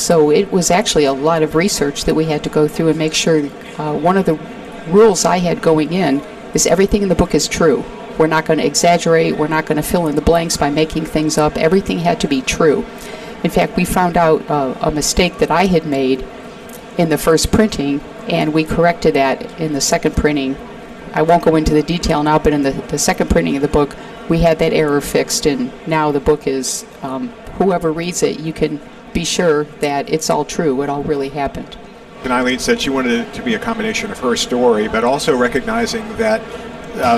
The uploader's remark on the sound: Recorded at the 2023 Northeast Astro Forum